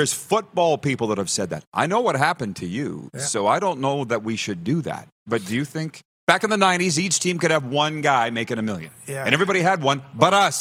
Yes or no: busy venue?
yes